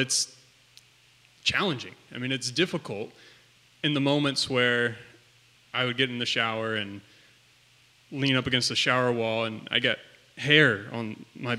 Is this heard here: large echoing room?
yes